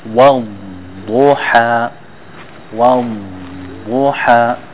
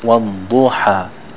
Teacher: the Dhad is coming from the sides and the back of the mouth